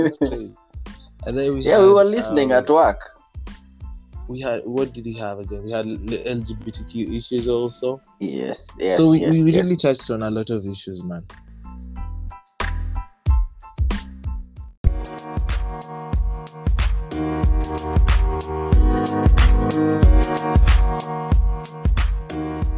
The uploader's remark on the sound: Forgive the sound quality, we were trying out a new anchor feature and the devil was on overdrive.